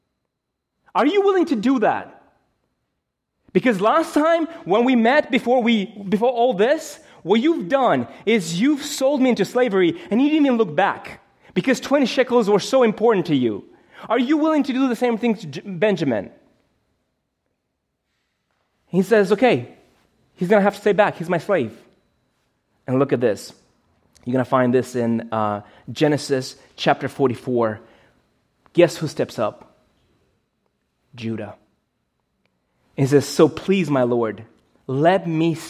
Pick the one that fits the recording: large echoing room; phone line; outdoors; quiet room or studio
large echoing room